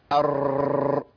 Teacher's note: لو لساني دخل بقوه هعمل تكرير ار اللي هو رد الفعل اللي بيحصل.